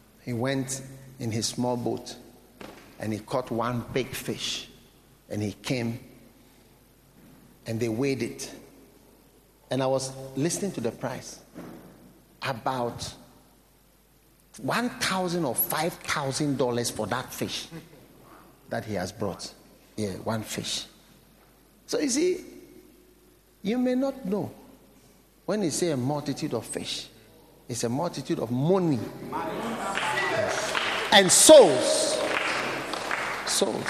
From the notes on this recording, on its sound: Preached at the Nakpanduri Pastors‘ Conference.